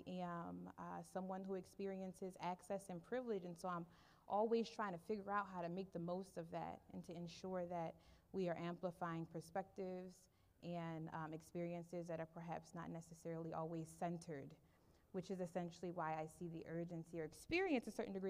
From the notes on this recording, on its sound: At this year's Forum on Workplace Inclusion, The Winters Group, Inc hosted a live podcast recording event